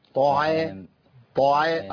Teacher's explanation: العين والالف والميم مرققين والطاء مفخمه